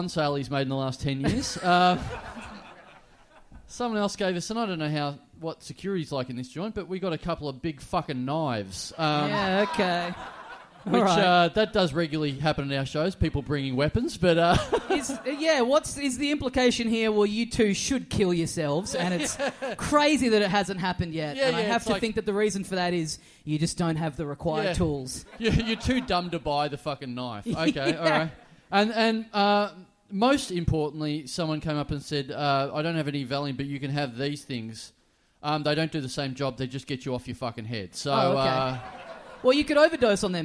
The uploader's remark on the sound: We're back in Brisbane for the first of our big double live episodes